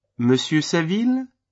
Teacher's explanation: Note the rising intonation at the end of the name.